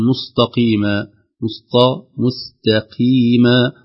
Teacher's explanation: والقاف تكون ضعيفة لأنها مكسورة